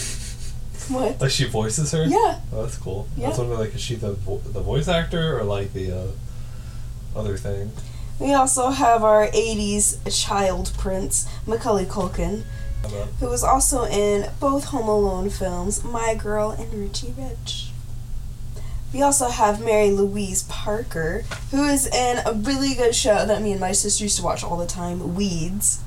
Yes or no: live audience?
no